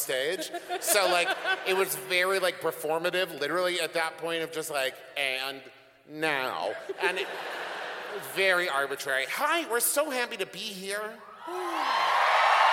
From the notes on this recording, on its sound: This week's episode was recorded LIVE in Salt Lake City.